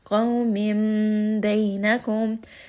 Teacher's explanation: We are going to change the noon sound into a meme. · Term: iqlab